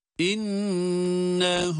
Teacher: Nunu tuttuk, hay uzattık, zamir diye uzatıyoruz. İnnehu. Bir elif miktarı.